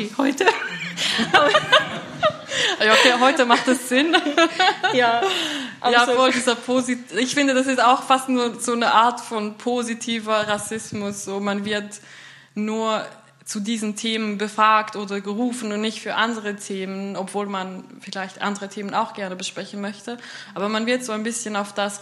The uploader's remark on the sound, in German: 1. Teil der öffentlichen Podiumsdiskussion über Antibalkan-Rassismus.